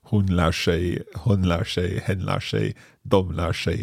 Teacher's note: we can hear the sh sound because the R and the S are running together